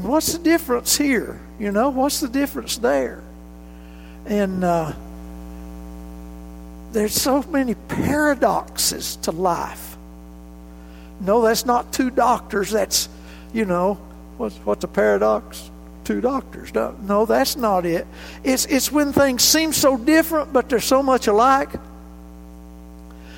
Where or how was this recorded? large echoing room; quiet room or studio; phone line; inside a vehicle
large echoing room